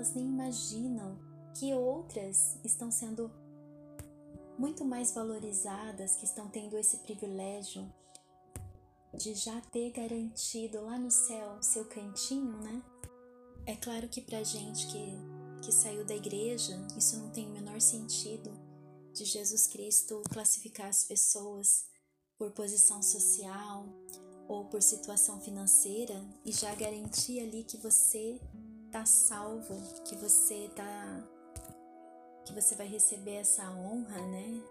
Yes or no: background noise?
yes